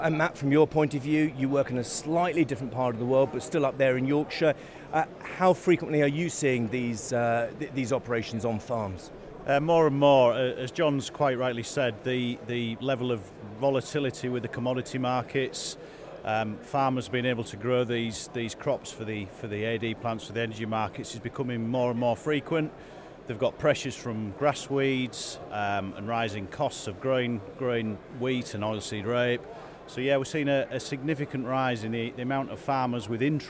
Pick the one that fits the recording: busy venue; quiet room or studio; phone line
busy venue